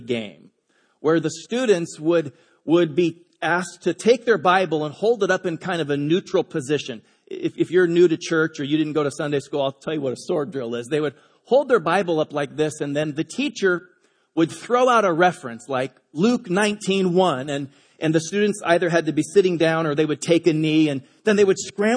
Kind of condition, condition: setting, large echoing room